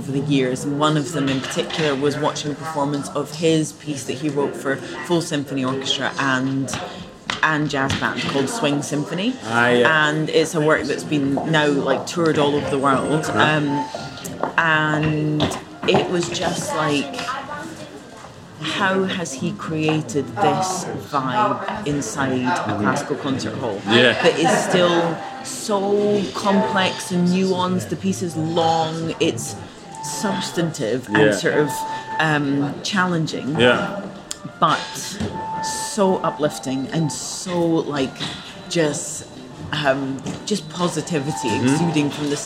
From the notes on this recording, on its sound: We had a little chat in a hotel lobby in central London. The sound quality isn't amazing this time, I get a little nervous when recording in hotel lobbies as hotels don't always appreciate me doing so. This means I have to record on the 'down-low and just use a little portable recorder...